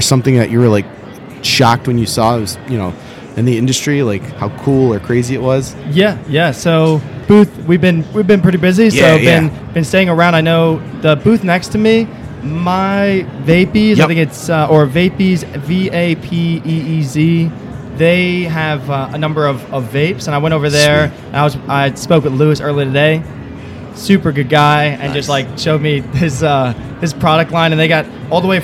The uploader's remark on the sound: We are recording this episode in the center of MJBiZCon!